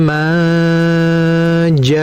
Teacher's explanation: ada nun mati ketemu jim, itu namanya ikhfa, maka dengungannya ditahan